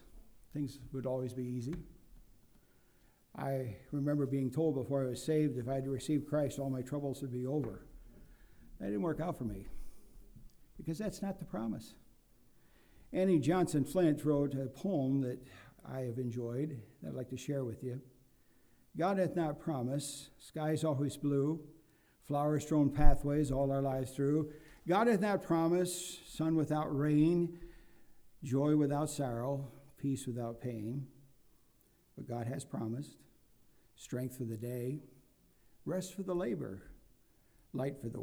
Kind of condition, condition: setting, large echoing room